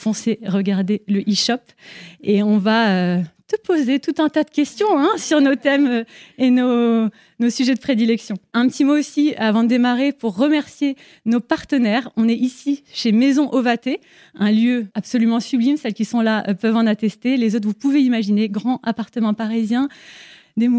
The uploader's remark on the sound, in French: Cet épisode a été enregistré en live lors d’un petit déjeuner Les Audacieuses .